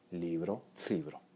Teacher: se entiende el plural de libro no como libros, sino como libro, con una L sorda